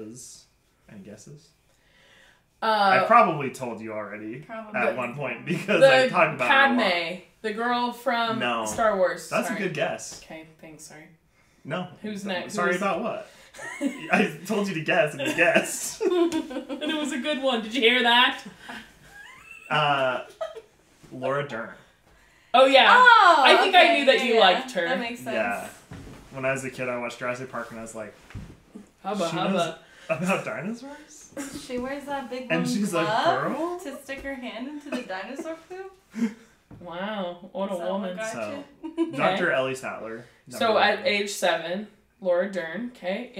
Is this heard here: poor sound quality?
yes